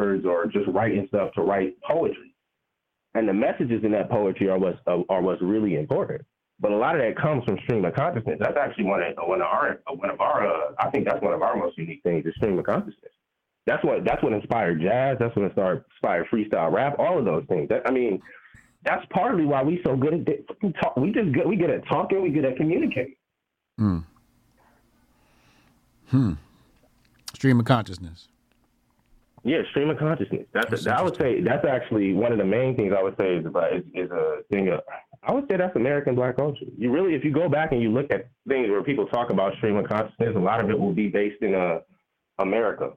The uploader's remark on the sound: Call In Show